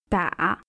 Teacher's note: Third tone, it goes down and comes back up.